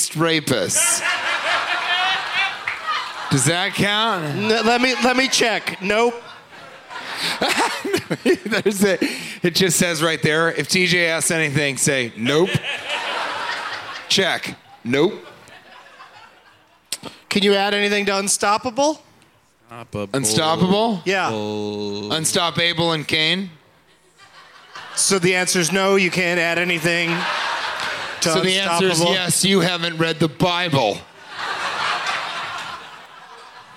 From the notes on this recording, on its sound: Live from Whatever Fest in Houston